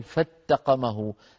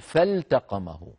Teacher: فالتقمه يعني لا تقل فاتقمه، لا تدغم اللام الساكنة في التاء بعدها · Shown in: second take